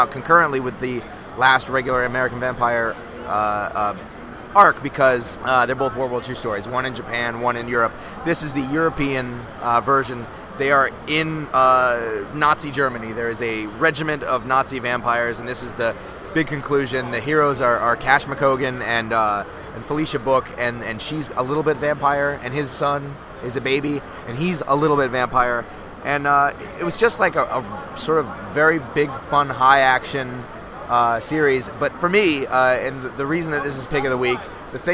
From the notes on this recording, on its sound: NEW YORK COMIC COOOOOON! After plans fell through to do the show as usual, the guys are forced to record a truncated episode from their table in Artist’s Alley on Sunday afternoon, the last day of the show.